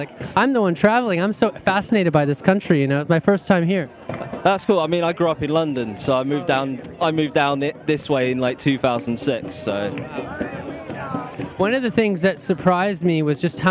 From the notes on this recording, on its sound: Live at Stonehenge. Recorded with my mobile podcasting setup directly from STONEHENGE!